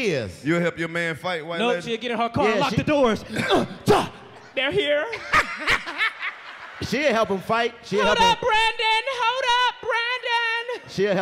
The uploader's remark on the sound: The Jackson Mississippi Comedy Special. They waste no time roasting the whole audience. Try to figure out why therr are so many black police officers in the building. The fellas break out into hood theater and go out into the audience looking for witnesses but Jackson ain't see shit!